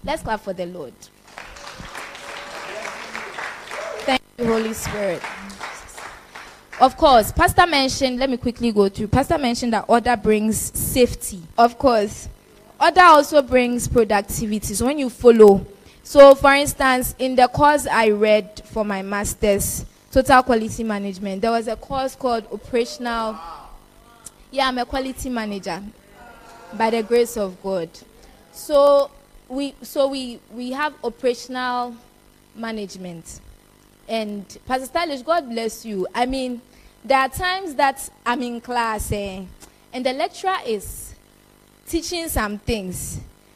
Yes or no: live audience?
yes